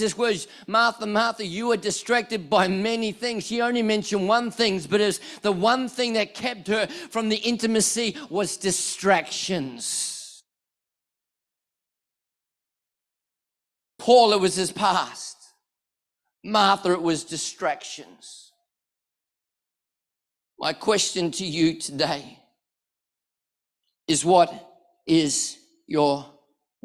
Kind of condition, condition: setting, large echoing room